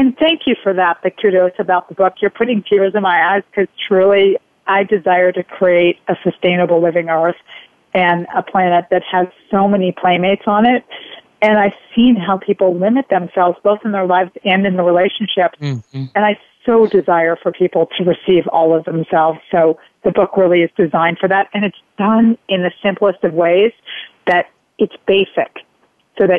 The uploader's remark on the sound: Live callers have the chance to receive facilitation from both of us.